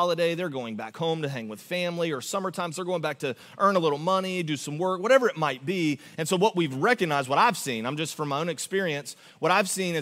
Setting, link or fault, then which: setting, large echoing room